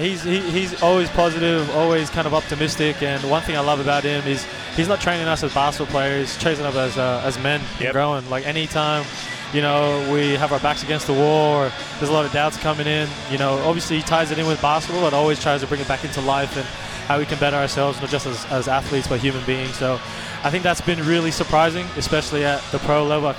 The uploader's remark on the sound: Live ahead of the Kings vs United from Qudos Bank Arena